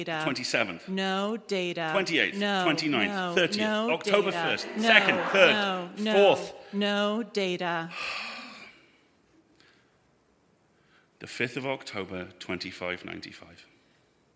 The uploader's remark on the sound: ROGUEMAKER Live Show and Q&A recorded in High Wycombe at the Audio Drama Hub Podfest, 20 November 2022.